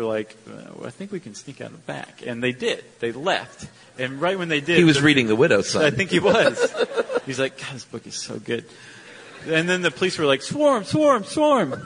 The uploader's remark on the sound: Live in Chicago. This fascinating live episode.